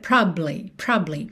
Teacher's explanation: Probably vira probably, probably. É como se esse A do meio fosse tão fraquinho que de um B para o outro eles se juntassem. Então fica probably, probably, ok?